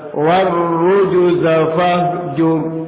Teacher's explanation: Rasukun dibaca tebal karena sebelumnya harakat dhammah.